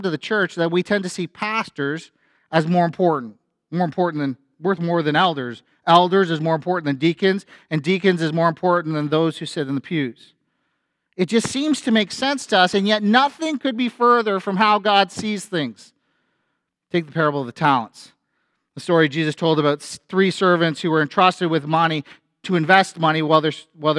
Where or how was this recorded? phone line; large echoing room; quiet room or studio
large echoing room